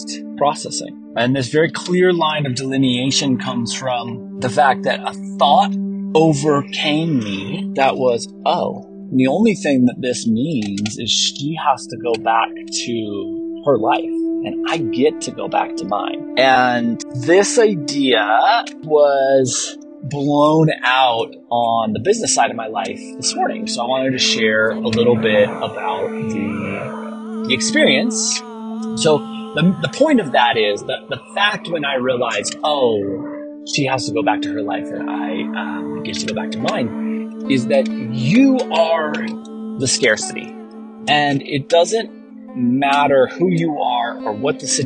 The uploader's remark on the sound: Recorded while driving a very old beat-up truck, so the audio isn't perfect.